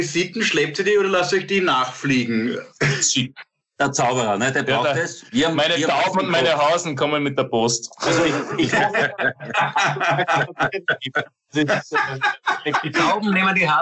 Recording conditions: video call